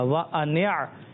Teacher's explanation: عین جو ہے یہ حلق کے درمیان والے حصے سے ادا ہوتا ہے